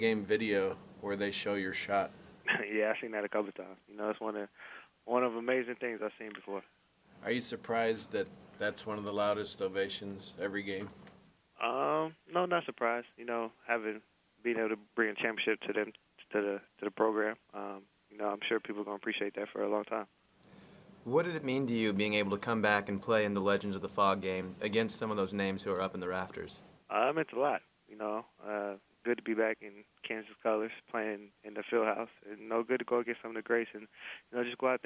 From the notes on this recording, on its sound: talked to reporters via a conference call